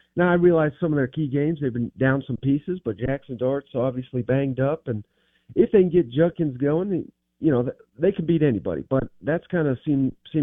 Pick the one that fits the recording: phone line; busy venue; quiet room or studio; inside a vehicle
phone line